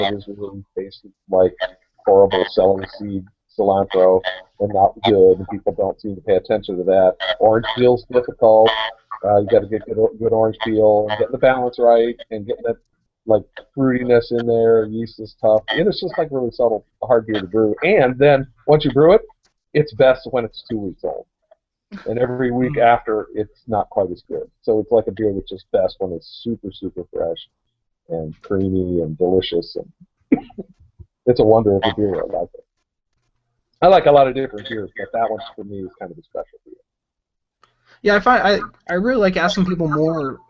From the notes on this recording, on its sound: Technical difficulties plagued us throughout this episode